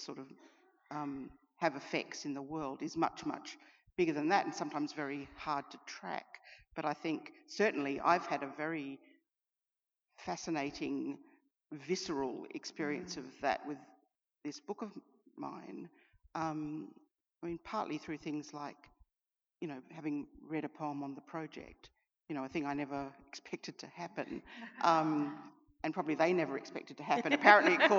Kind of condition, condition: setting, live audience